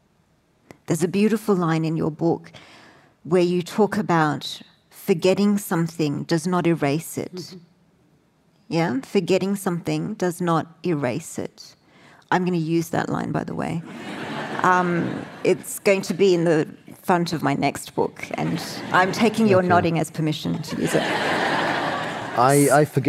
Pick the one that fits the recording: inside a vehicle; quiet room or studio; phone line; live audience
live audience